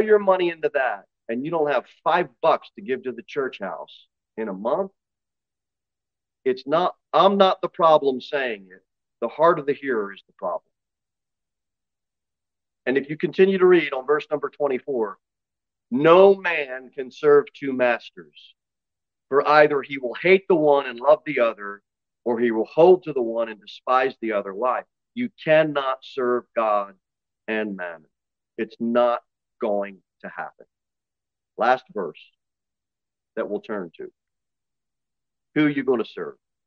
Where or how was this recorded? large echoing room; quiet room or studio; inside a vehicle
large echoing room